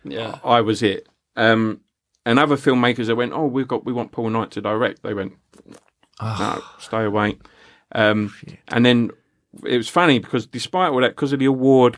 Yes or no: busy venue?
no